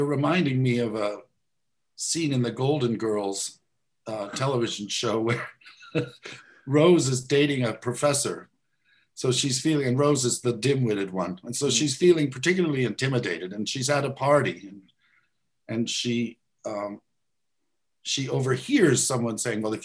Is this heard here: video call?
yes